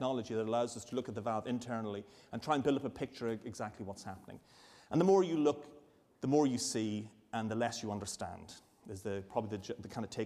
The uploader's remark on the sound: A public lecture. This is the second lecture in the 2010 Medical Detectives lecture series.